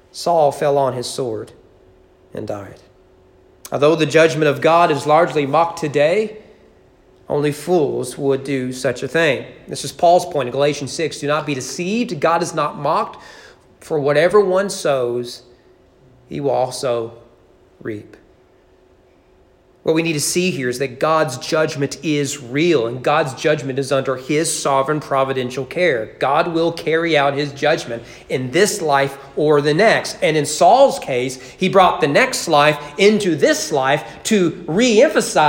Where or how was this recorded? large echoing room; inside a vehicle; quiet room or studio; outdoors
large echoing room